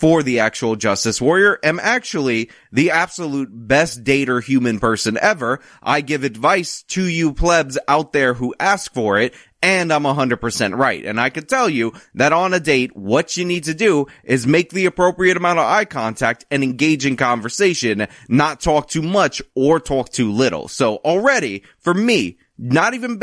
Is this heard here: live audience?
no